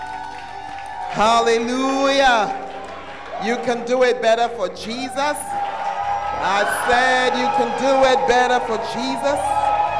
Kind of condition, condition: setting, large echoing room